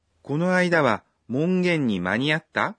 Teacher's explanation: Сакура задает вопрос. Она говорит «маниатта», повышая интонацию.